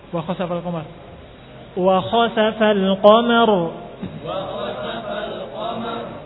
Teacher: Tipis, tebel, kemudian tipis lagi, kemudian tebel lagi. Jangan digabung-gabung, yang tipis jadi tebel, yang tebel jadi tipis.